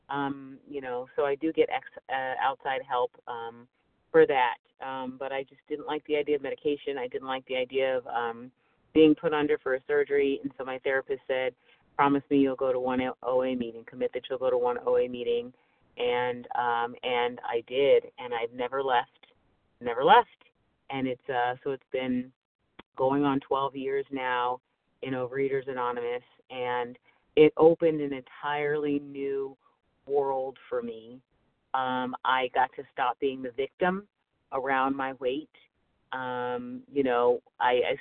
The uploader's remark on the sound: 100 Pounders Phone Meeting